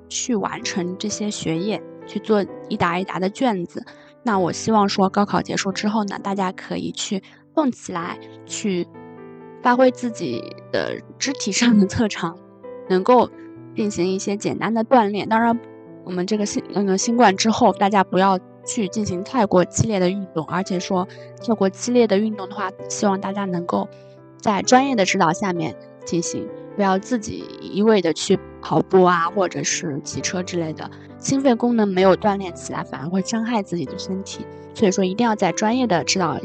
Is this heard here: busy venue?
no